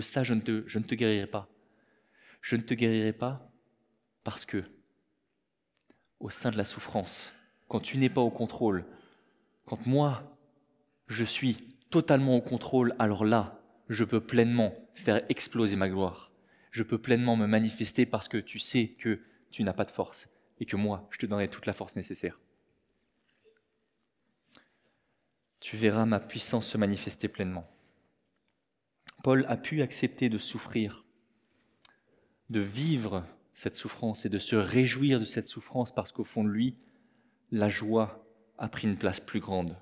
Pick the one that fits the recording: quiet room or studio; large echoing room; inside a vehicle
large echoing room